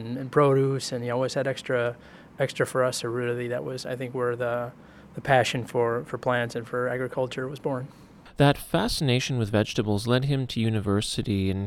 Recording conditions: busy venue